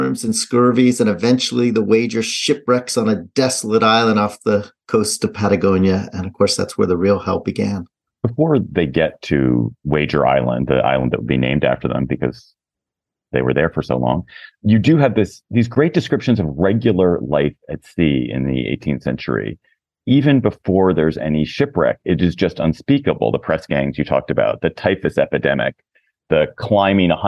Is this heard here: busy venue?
no